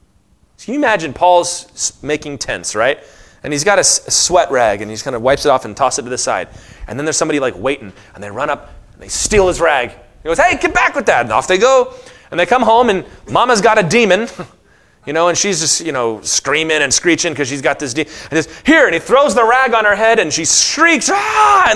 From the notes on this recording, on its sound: Session 4 of the 2023 IronWorks Afterglow Conference!